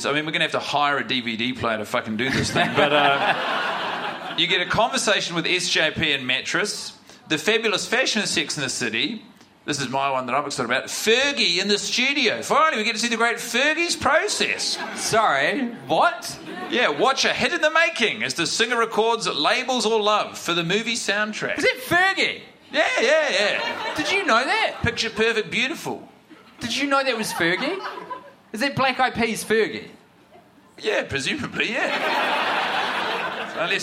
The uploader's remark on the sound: Recorded in front of a live audience in Melbourne